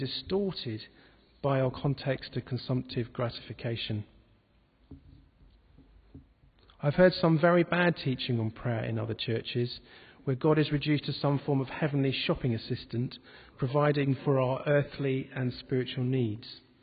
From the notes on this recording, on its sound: This podcast was recorded at the Moot Community Eucharist, in the Guild Church of St Mary Aldermary in the City of London